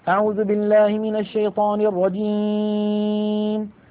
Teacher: نلاحظ بأن الصوت قسم كبير منه قد خرج عن طريق الأنف، هذا لحن وخطأ، لا يستعمل الخيشوم ولا تخرج منه غنة إلا مع الميم والنون ولا ثالث.